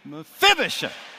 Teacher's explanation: Emphasis on syllable number two.